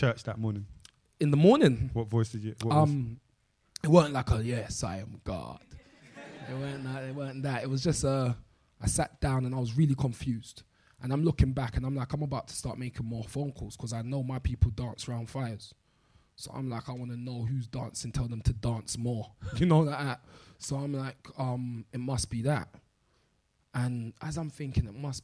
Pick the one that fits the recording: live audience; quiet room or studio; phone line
live audience